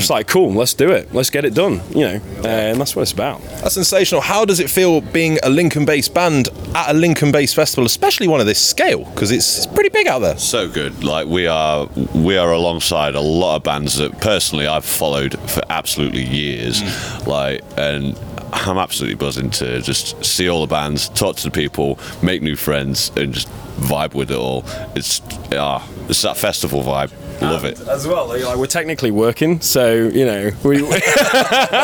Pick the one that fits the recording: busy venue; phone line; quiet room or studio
busy venue